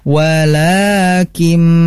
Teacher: Karena ini ada idgham bigunnah. Jadi nunnya itu langsung ke huruf mim. Walakim. Dan la-nya itu harus dibaca mad dua harokat.